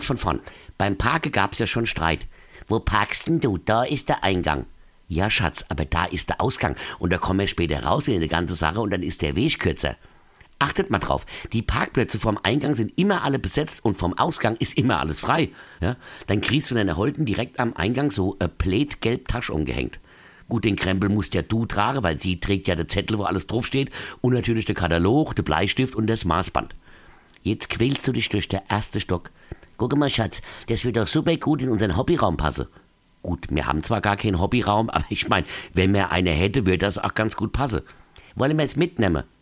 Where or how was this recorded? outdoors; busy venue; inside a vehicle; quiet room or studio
quiet room or studio